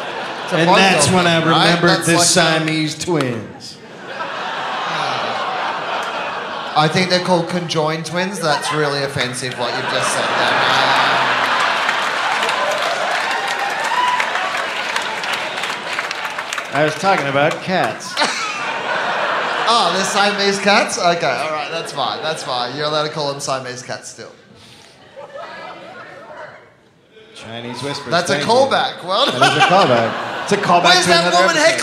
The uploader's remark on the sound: live in Seattle